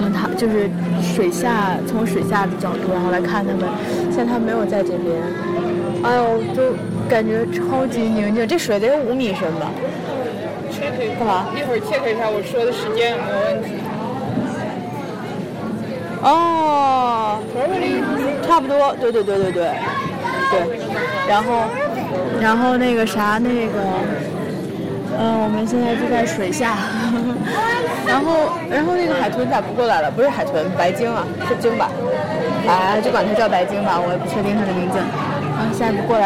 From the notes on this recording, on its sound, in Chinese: 14分钟左右的录音是水族馆的水上表演中工作人员讲述救助动物的过程。那之后的一小段是我们晚上去Sky Deck路上在地铁里的录音。